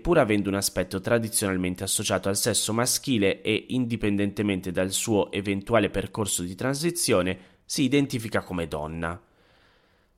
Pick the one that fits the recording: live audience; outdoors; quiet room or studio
quiet room or studio